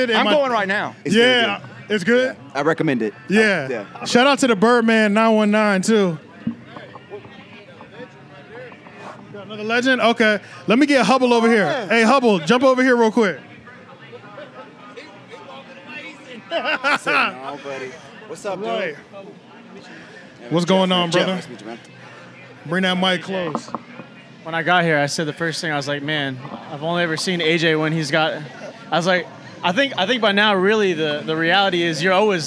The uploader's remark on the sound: we had the pleasure to host a Live podcast at their tailgate event